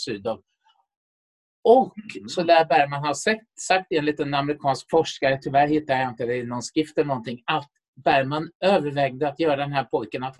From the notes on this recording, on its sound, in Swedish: Inspelad 15 november 2020 i Zoom.